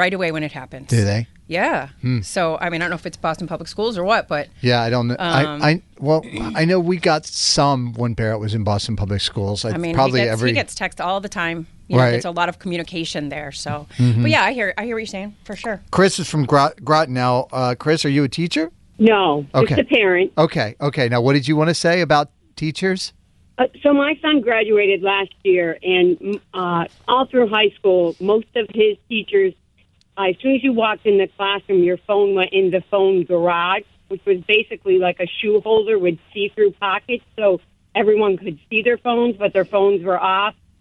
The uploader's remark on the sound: we took calls from teachers and parents